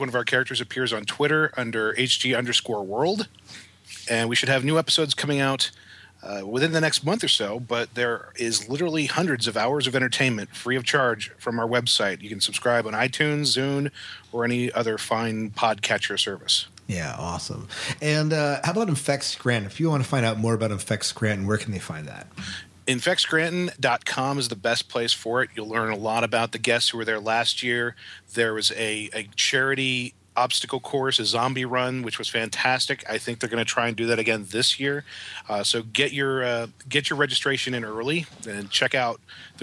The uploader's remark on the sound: Interviewed while attending Infect Scranton, a Zombie Convention.